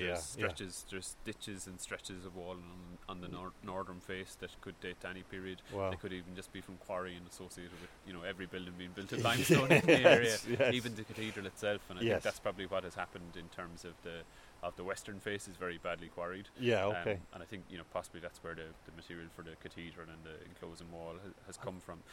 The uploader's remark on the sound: The Rock of Cashel. This podcast was recorded quite literally in the field, so there will be a bit of background noise – a little wind and a lot of heckling sheep!